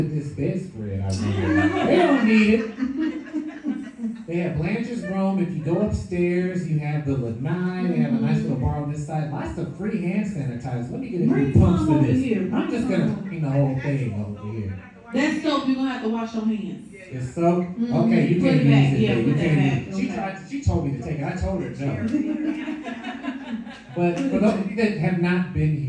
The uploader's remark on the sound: Live from The Golden Girls Kitchen. The second half of our LIVE episode taping from The Golden Girls Kitchen in Chicago!